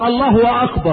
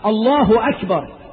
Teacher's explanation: اشبع هاء لفظ الجلالة بالضم فقلب الضم الى واو · Shown in: first take